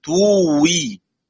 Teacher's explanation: الوجه الأول توي واو مد ثم واو مكسورة، والوجه الثاني بالإدغام توي.